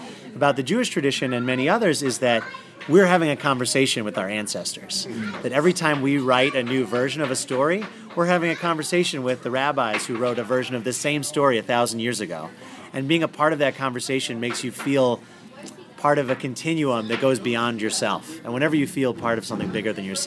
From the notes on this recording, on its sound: recorded live in the Apple Seed studio